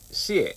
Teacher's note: X の時は口を横に広げて「シエ」と言います